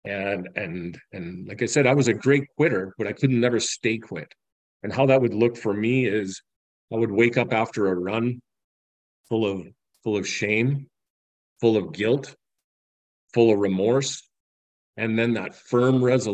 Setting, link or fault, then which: link, video call